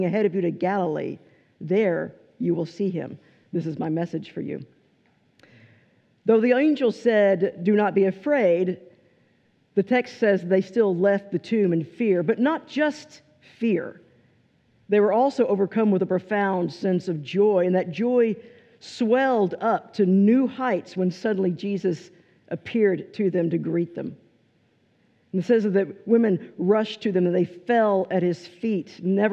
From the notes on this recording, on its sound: This is a recording of the scripture and sermon portion of our service on 5/14/23.